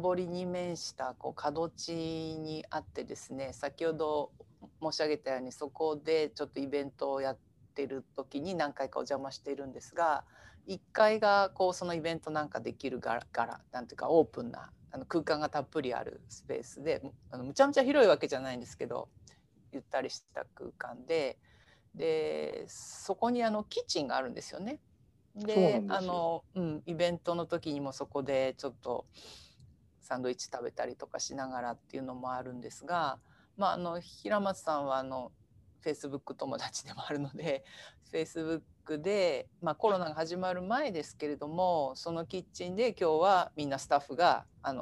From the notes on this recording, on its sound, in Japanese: 収録場所： オンライン (Zoom)。